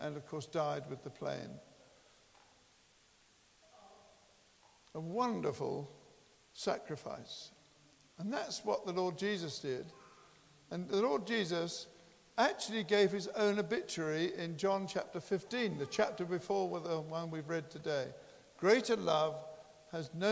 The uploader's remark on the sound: Christ Church, Bayston Hill (UK)